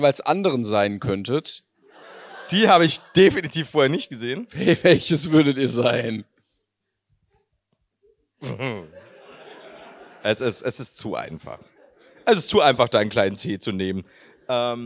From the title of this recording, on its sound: LIVE in Frankfurt